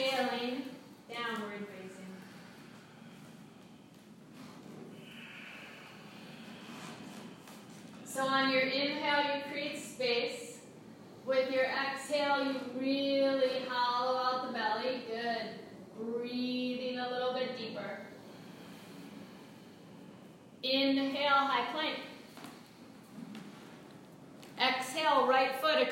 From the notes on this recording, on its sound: This is a live recording from a 75-minute vinyasa class